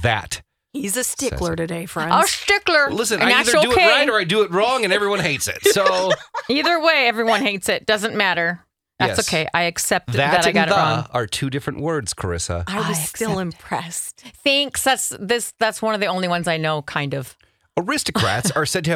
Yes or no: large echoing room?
no